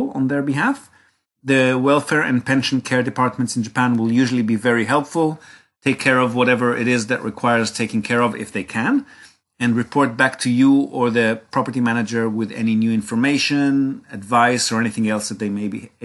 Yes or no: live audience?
no